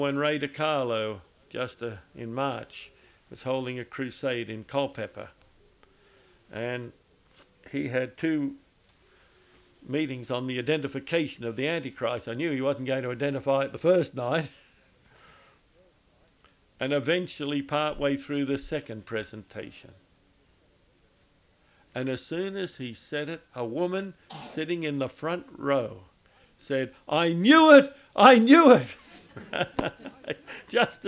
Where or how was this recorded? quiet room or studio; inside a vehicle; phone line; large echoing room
large echoing room